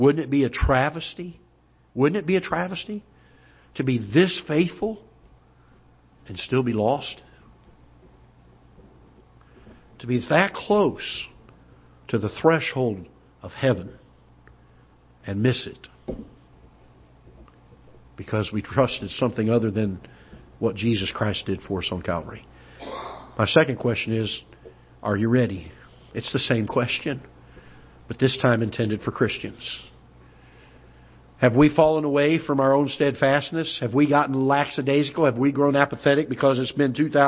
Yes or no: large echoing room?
yes